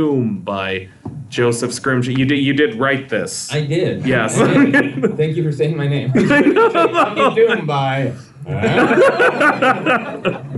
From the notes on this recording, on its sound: our first live recording